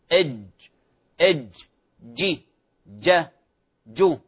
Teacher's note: هذا الجيم يخرج من وسط، من شجر اللسان، من شجر اللسان من وسط اللسان من غير ترك فراغ. إذا تركت فراغا ما بين الحنك الأعلى وما بين وسط اللسان إج إج هذا خطأ.